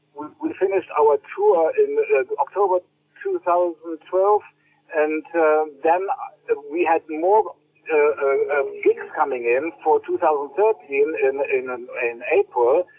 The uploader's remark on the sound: A recent phone conversation